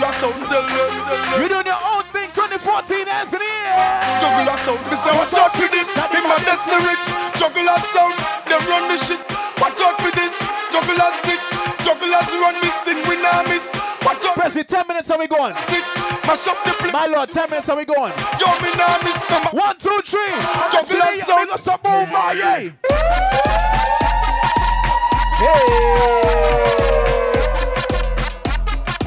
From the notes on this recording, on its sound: LIVE AT ZULU ENCHANTED JULY 2014 [BARBADOS]